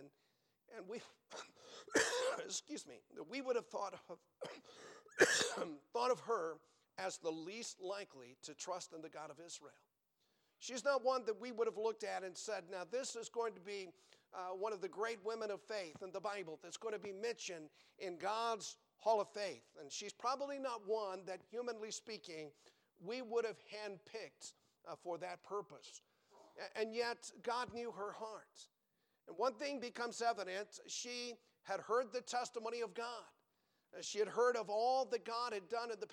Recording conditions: large echoing room